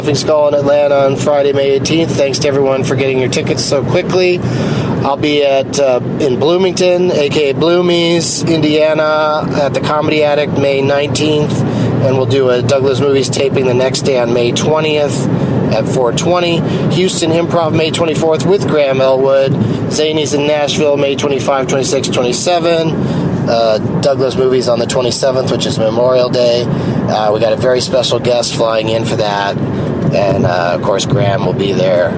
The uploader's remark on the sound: While driving from San Luis Obispo to L.A.